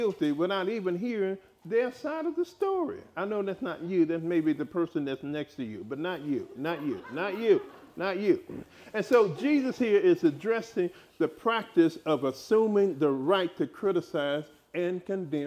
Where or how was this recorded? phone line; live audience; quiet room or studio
live audience